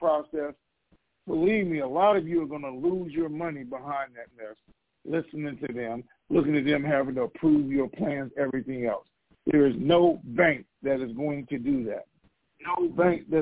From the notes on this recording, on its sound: TNTSuperfantastic Conference Call